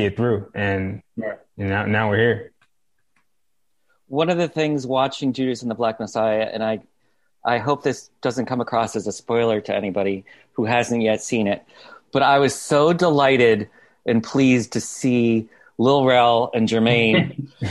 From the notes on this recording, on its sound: Joined me over Zoom.